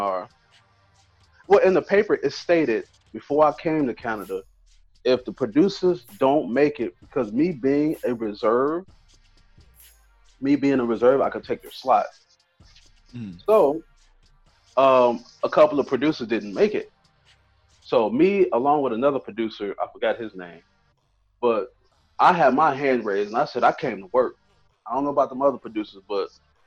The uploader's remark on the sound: web call interview